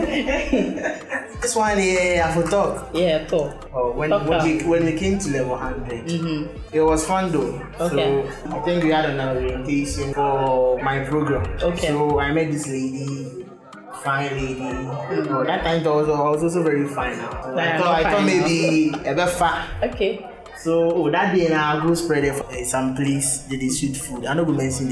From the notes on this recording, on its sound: Sorry for the background noise. This episode was recorded on campus.